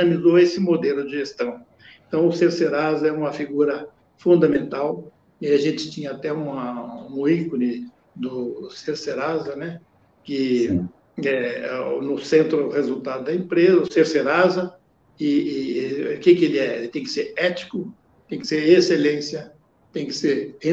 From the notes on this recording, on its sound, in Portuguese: Esta é a gravação da live que fiz no dia 10/05/2021